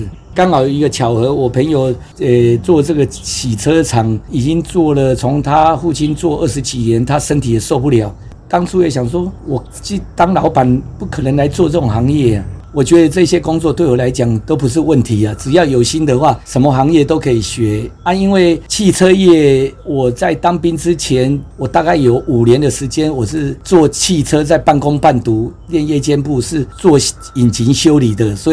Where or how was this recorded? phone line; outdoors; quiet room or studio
outdoors